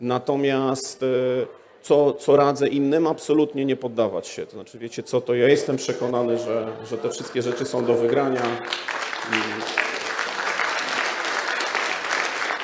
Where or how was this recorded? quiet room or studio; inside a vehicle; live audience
live audience